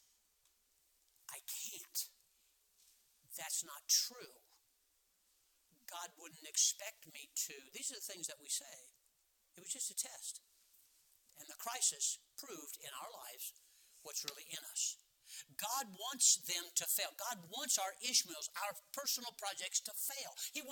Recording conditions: large echoing room